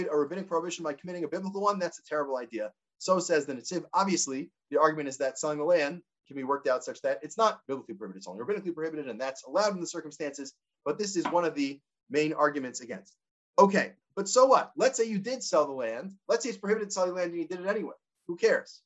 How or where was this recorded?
video call